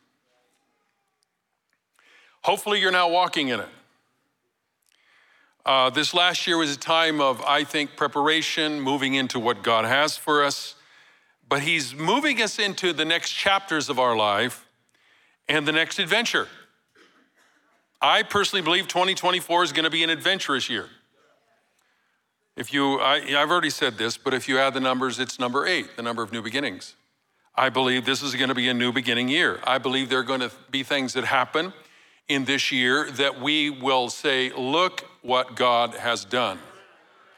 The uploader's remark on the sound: Recorded live at Capital Church in Meridian, Idaho